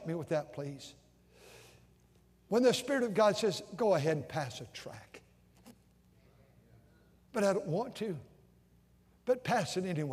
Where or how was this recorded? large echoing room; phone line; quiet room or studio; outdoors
large echoing room